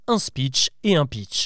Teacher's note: Le premier s'écrit SP2ECH, speech, et l'autre PITCH, pitch. Sauf que nous, les Français, nous prononçons les deux avec le son I